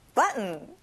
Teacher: 자, T 발음은 잘 안 나요.